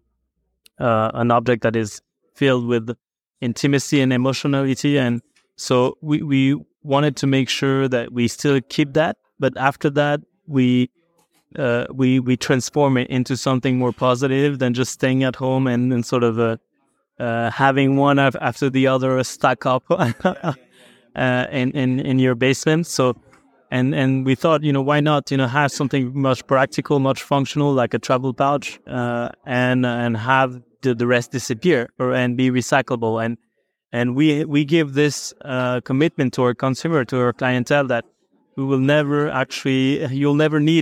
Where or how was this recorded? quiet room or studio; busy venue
busy venue